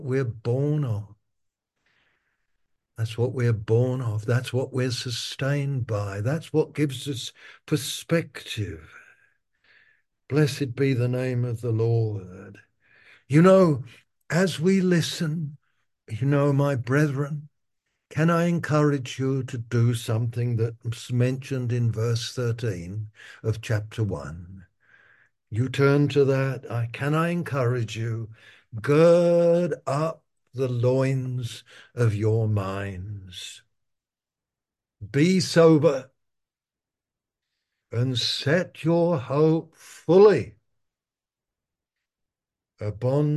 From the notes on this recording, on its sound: Alive and well in Babylon - Malaysia Meets (Zoom).